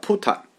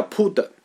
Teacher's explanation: 这个 Buddha 的两个音，一个叫 Puta，一个叫 Pud，这两个音都是清音